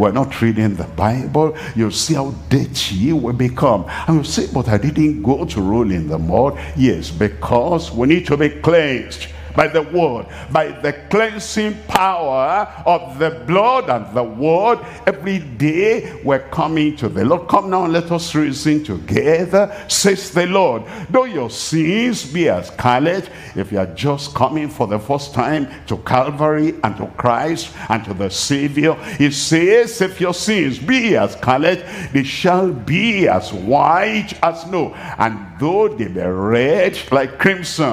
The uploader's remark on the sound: live from Asaba, Nigeria